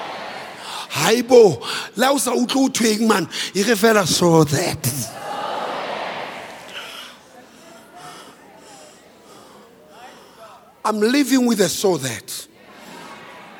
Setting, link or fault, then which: setting, large echoing room